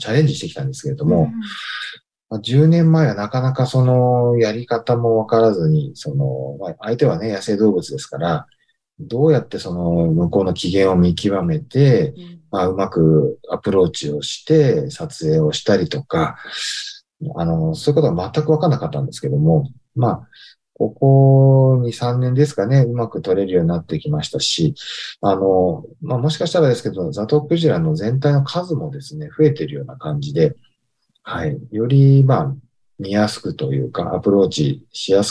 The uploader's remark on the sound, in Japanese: この番組はインタビューもナレーションもリモートで収録しています。ゲスト側の生活音や、ノイズがあったりします。